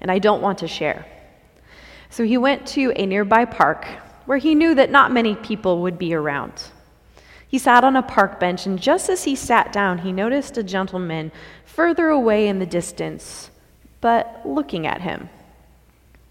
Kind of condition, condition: setting, large echoing room